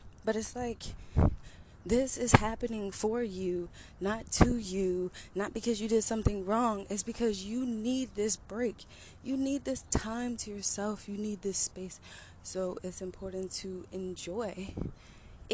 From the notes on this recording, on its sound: Morning walk and talk.